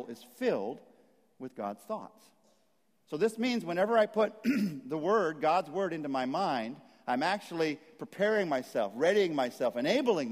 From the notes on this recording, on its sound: message at Saddleback Church